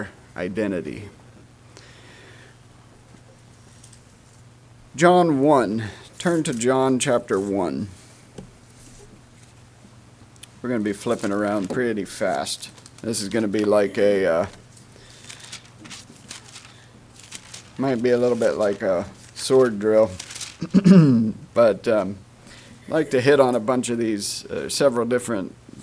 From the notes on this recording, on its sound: Message preached at Word of Hope on Sunday June 25, 2023.